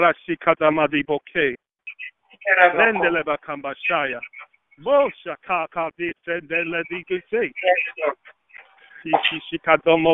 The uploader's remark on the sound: towards the end of the conference call